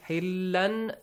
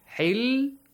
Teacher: when you join it with the next word, the tanween will be merged with the letter lam · Shown in: second take · And so lam will be merged to the lam.